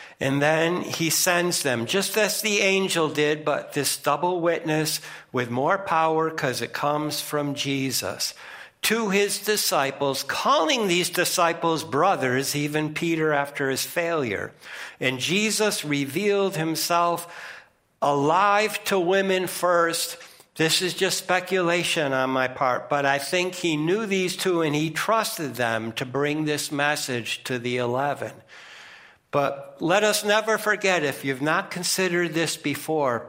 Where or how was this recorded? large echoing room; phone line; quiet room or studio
large echoing room